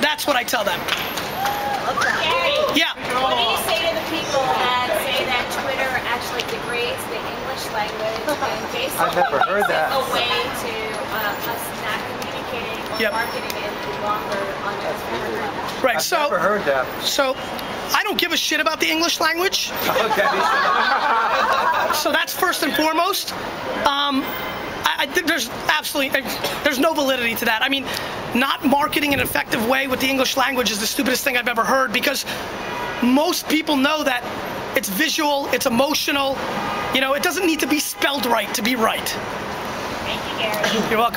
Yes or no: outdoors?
yes